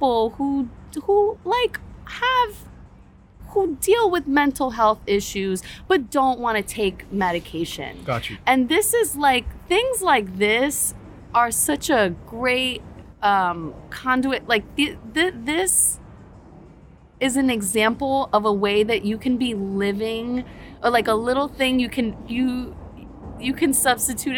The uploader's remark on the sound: We are LIVE from The West in Williamsburg, Brooklyn on a special and chilly night. We bring on your favorite live guests from this past year and just have a very intimate, lovely time.